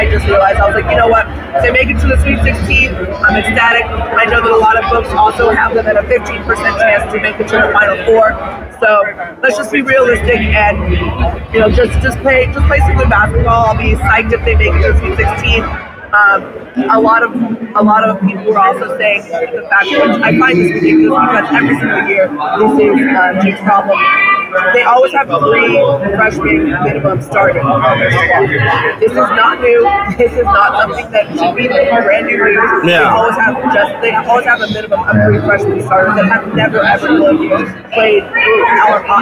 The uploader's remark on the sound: LIVE in Las Vegas from Circa Sports.